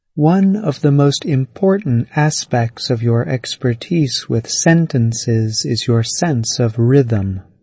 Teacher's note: Overall, the voice falls after important syllables, notably at the end of the sentence. English sentences often emphasize words at the end of a sentence, the place where you usually find new information.